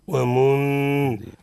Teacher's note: والراء ترقق لأنها لماذا؟ متحركة، لأنها متحركة بالكسر